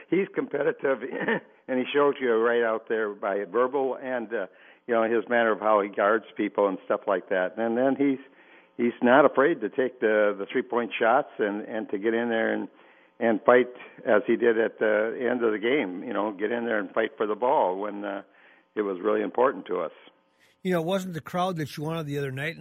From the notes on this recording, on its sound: opens up the phone lines throughout the hour